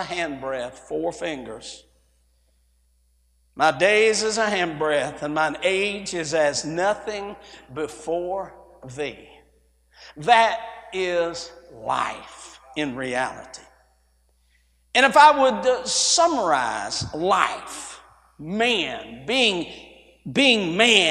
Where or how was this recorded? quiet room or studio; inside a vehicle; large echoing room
large echoing room